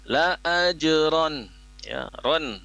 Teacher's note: ro yang berharokat fathah tanwin harus dilafazkan jelas, tegas bunyi ronnya ya, karena izhar jelas bunyi nunnya. La ajron ya, ron karena menghadapi huruf ghain.